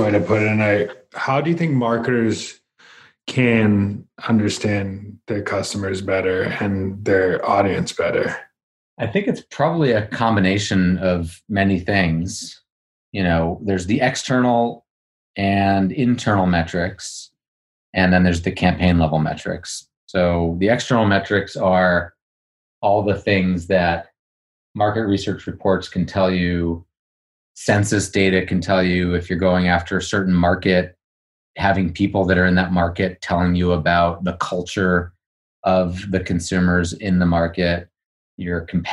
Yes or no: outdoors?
no